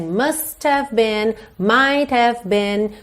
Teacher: essa percussão do T, que está no final do must, que está no final do might, acaba sendo mais forte do que o H do have